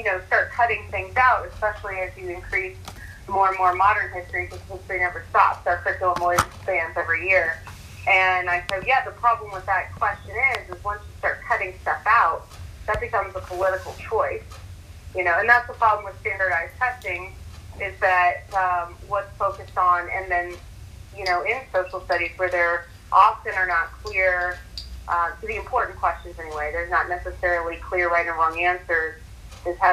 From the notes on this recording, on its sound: This is a phone interview. A mic connection issue.